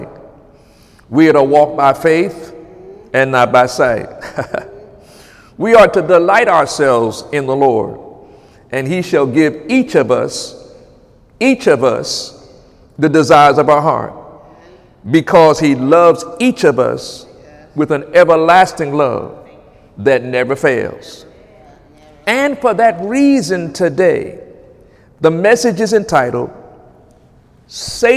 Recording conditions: large echoing room